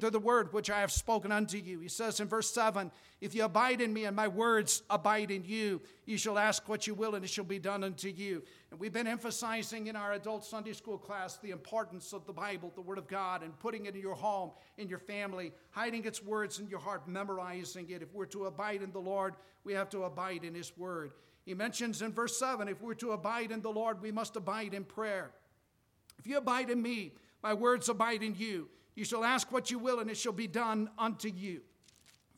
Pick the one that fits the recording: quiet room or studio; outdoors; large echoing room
large echoing room